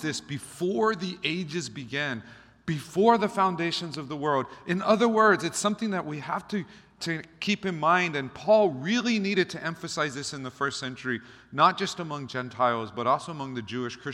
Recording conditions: large echoing room